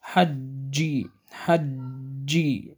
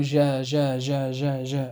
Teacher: إذن بالنسبة للجيم ينحبس الصوت خلف وسط اللسان الذي هو مخرج الجيم، ثم ينطلق ويهتز الوتران الصوتيان عند النطق الجيم المقلقلة، من نحو اجتثت الفجر إلى آخره، حج إلى آخره. وينحبس الصوت خلف وسط اللسان ويهتز الوتران الصوتيان عند نطق الجيم المشددة · Shown in: first take